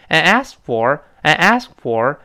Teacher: 那么第一个 asked，最后那个 t 肯定没了。理论来说呢，ask 那个 k 还应该有，但我们读坏的时候，其实这个 k 也来不及做动作了。And askfor，and askfor，你要做那个 k，有那么一个意思但其实蛇根拱上去压住，那个可来不及爆破，那个缝儿就出来了。所以跟我们听到跟一般现在时的 ask 几乎没有区别了，因为口语中说的速度太快了。Yes, ask for eighty cents and